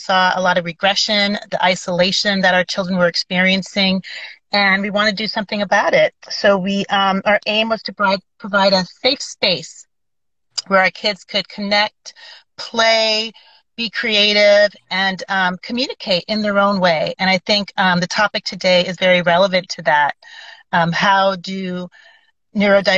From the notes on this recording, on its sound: an insightful Instagram Live session unfolds into a powerful podcast